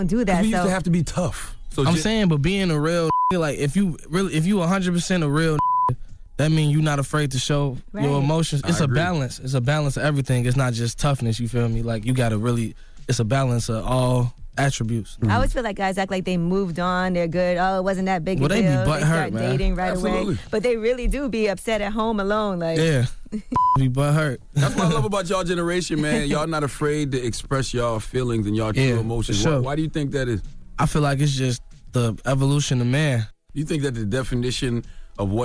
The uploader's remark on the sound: We opened up the phone lines to see if our listeners let their kids know the truth or not about Santa Clause.